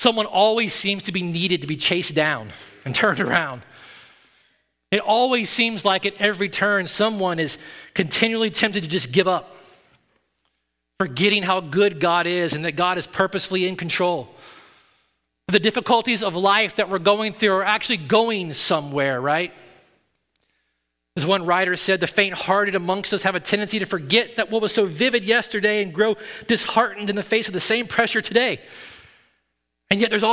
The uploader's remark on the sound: at Redemption Hill Church on Sunday, November 13th, 2022